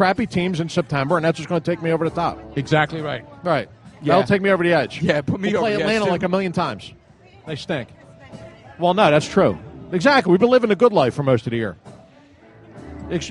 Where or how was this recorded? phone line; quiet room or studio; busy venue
busy venue